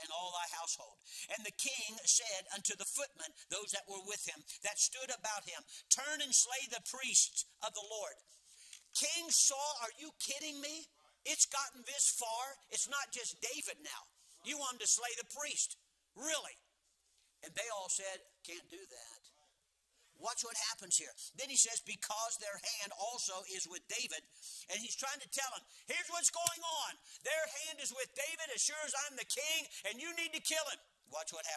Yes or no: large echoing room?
yes